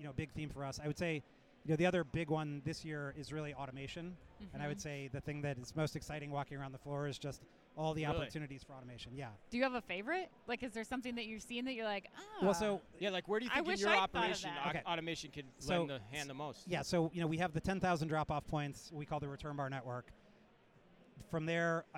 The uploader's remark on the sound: We go live from Manifest 2024